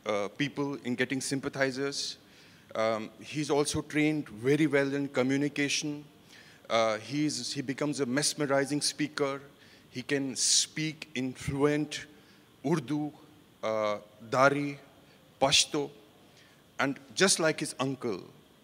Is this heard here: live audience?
yes